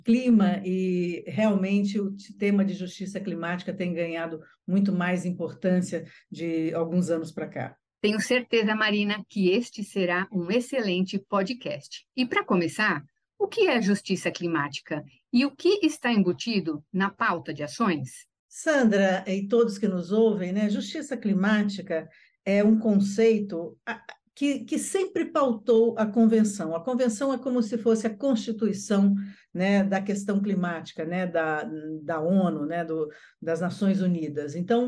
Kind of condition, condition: link, video call